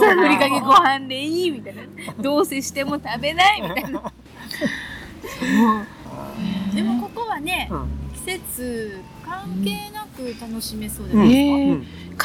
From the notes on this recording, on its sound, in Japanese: メンバーでBBQ（バーベキュー）をしてきました。今回はBBQ時に野外で収録し。